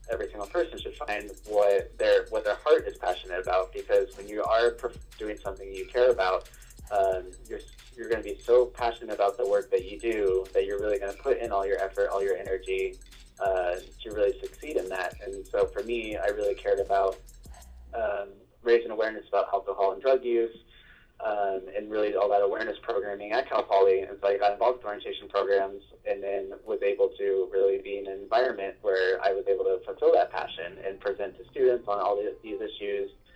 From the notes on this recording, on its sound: Our first over the phone interview!